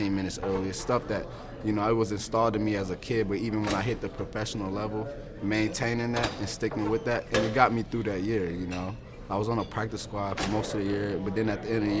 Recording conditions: busy venue